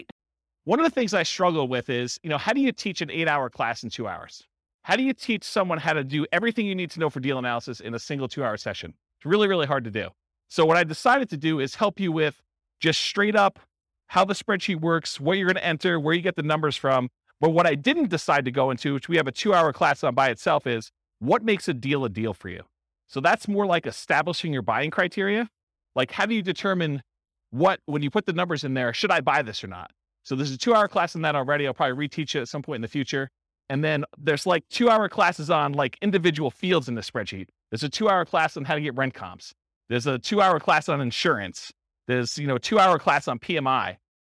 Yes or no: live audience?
yes